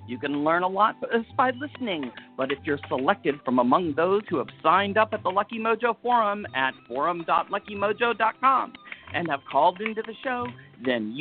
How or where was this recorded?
phone line